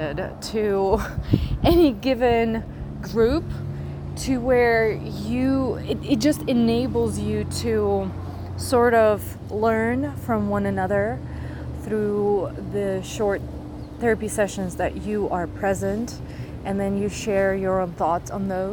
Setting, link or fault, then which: setting, outdoors